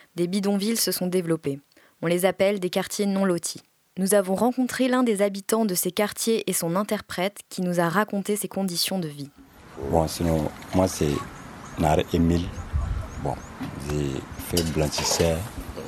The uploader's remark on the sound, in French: Témoignages enregistrés par des militants de l'UJR en octobre 2019 aux Journées anti-impérialistes à Ouagadougou